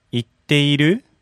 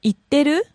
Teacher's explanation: in informal Japanese, the speed picks up and ている is reduced to てる the E is dropped